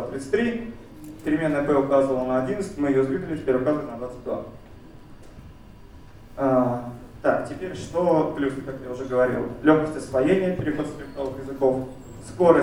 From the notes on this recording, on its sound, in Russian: ZeroNights 2014 и «Открытая безопасность» представляют аудиозапись докладов с конференции. День 2, Workshop 1, FastTrack.